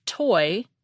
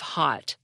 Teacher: We aspirate the T at the beginning of toy, but swallow it at the end of hot, as in it's hot outside.